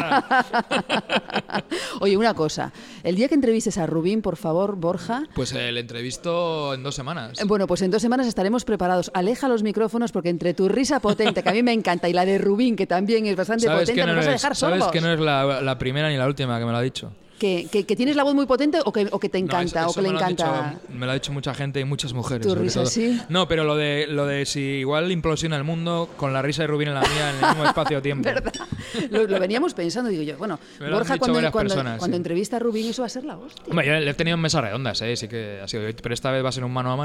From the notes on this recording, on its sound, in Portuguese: Gravado no bar La Maleta de Coruña.